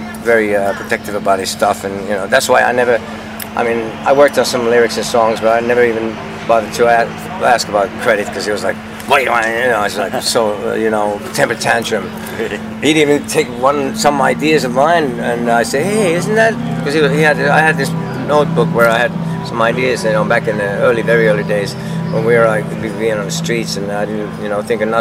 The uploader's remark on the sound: Interview at Rock The Coast Festival Fuengirola, Spain.